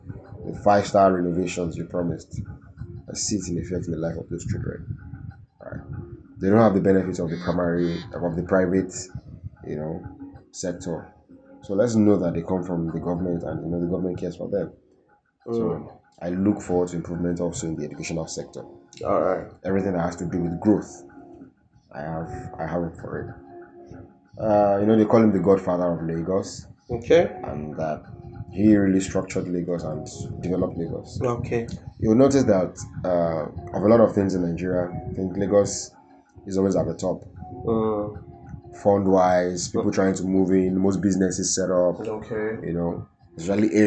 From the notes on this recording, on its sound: Pardon us for the sound.